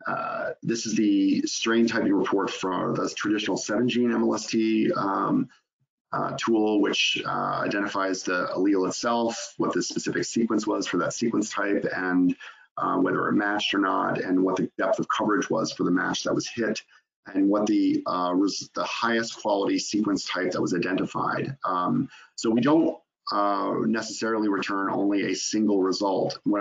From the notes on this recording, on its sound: In this live webinar.